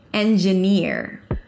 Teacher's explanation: So it's a high e and then you relax it to an r. · IPA: ˌendʒəˈnɪɹ